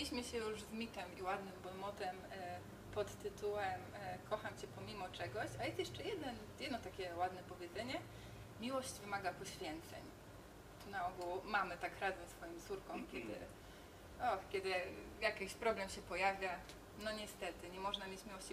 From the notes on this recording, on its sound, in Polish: Za ugoszczenie nas i możliwość nagrania podcastu dziękujemy Świetlicy Wolności – niezwykłemu pubowi przy Nowym Świecie 6/12 w Warszawie.